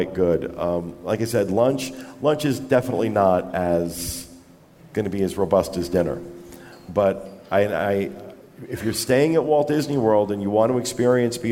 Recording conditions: live audience